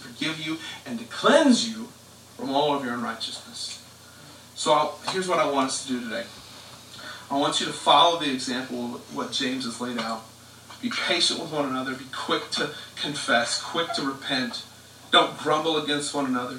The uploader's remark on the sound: We apologize for the audio quality.